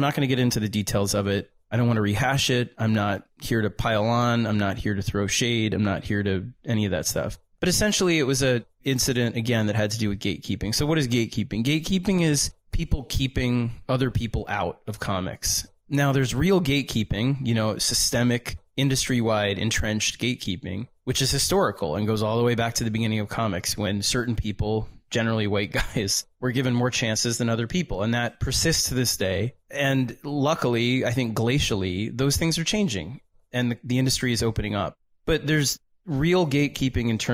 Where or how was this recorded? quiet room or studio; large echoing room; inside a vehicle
quiet room or studio